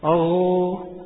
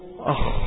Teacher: ليس هناك ثمة فرق بين الغين والخاء إلا الجهر والهمس · يبقى الغين مجهورة، الخاء مهموسة، كلاهما مستعليان، كلاهما منفتحان